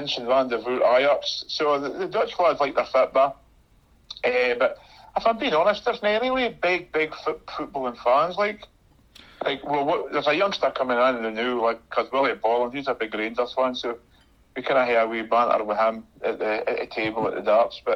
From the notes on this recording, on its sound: gave him a call this morning and recorded a podcast via the GIGPOD Dictaphone!